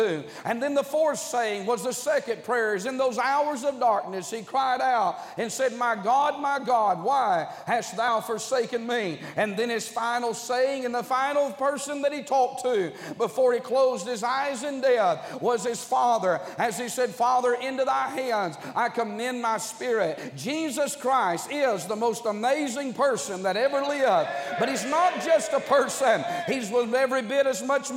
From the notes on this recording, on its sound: during the Wednesday Morning service of the 38th Annual National Pastors' & Workers' Conference in Santa Clara, California